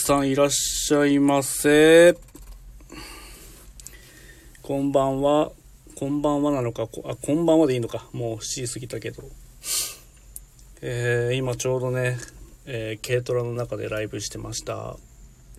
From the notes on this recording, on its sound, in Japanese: LIVE〜軽トラの中から10分だけ〜。